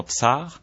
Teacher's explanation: le C se prononce ts, toujours ts, comme dans tsar